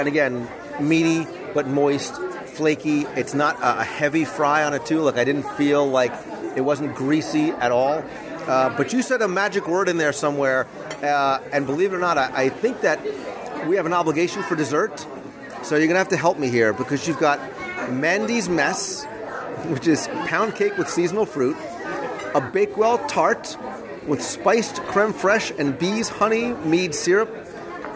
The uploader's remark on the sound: Live Review of the Rose & Crown Pub. We're going to visit the Rose & Crown pub in Epcot's United Kingdom pavilion with someone who calls England home for a live restaurant review.